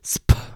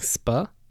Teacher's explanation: my P loses its aspiration because my English accent is coming in · Shown in: second take · So rather than saying sp, I'm saying sp.